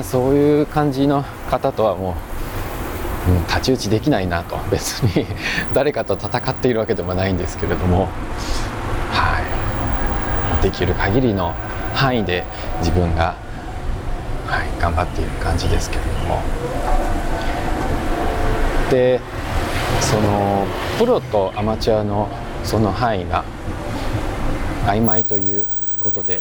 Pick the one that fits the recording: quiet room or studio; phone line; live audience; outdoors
outdoors